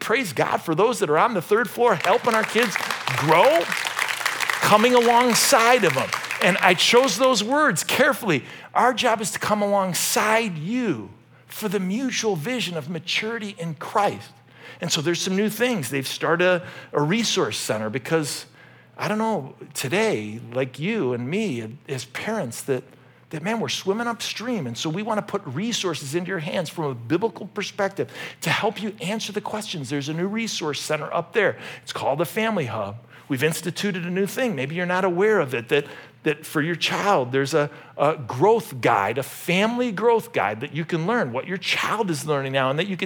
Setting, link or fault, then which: setting, large echoing room